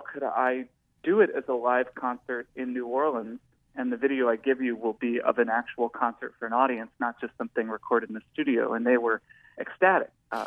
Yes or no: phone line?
yes